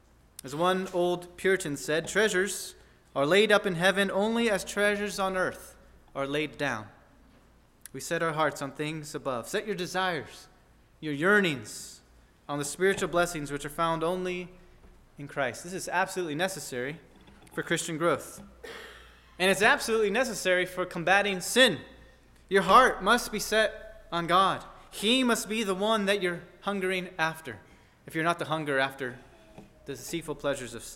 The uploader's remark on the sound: at First Baptist Church in Delphi, Indiana